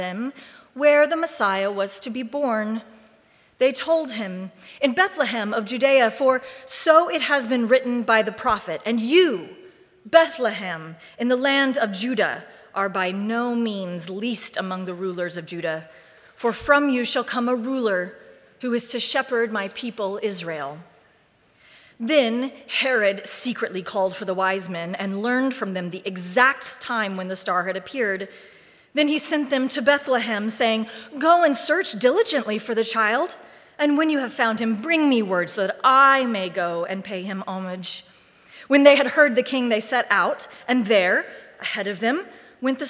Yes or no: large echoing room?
yes